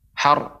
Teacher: pengucapannya untuk ra yang tafkhim ditebalkan tidak terlalu pendek. Sar, har, ya, tapi dia har, har ada juga terdengar ra ya, akan tapi dia uh, lebih di te, lebih tebal dan tidak terus singkat.